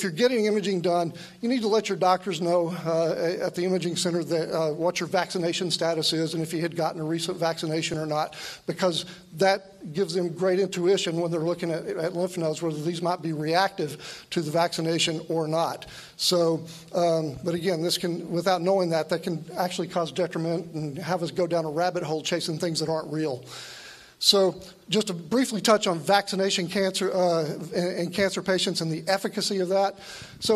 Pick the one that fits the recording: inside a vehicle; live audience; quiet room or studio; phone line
live audience